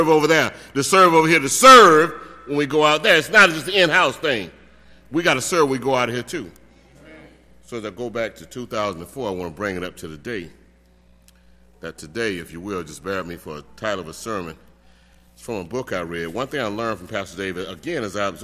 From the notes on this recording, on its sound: delivered the sermon for our 148th Church Anniversary service on May 27, 2018.